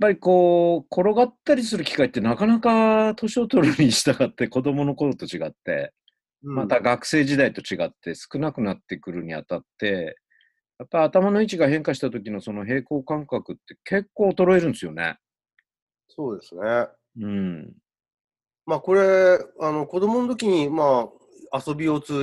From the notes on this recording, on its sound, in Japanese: コロナの影響で、リモート録音となっており、。音声の質が悪いことをお知らせするとともに、お詫び申し上げます。